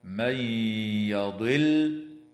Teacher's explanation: وتدغم النون الساكنة في الياء مع الغنة في قوله تعالى: من يضل